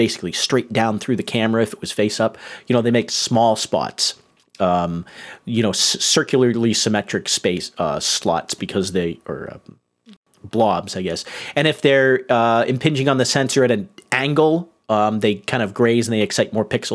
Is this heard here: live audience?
no